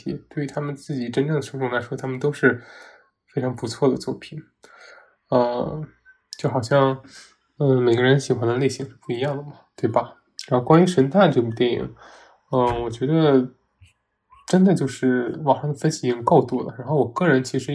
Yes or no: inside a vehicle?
no